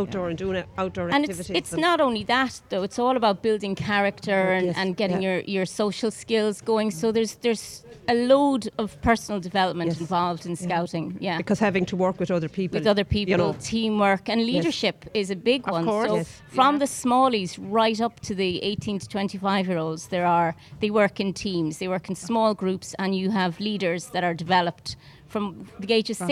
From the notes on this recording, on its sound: As broadcast live from the outside broadcast area in the Fair green at the Scariff harbour festival 2023 on 5th August 2023